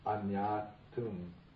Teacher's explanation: It's like a chemical change takes place. And the long a becomes a short a, and the n gets doubled